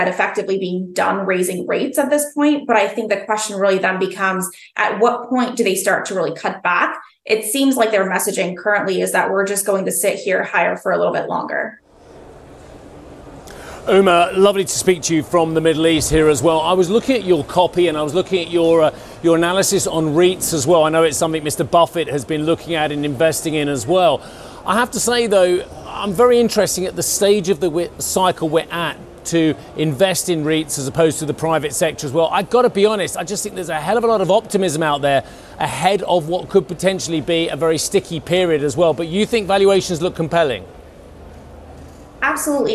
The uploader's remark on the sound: We are live at the ADIPEC summit in Abu Dhabi where we will be speaking to whole hosts of guests from the energy sector.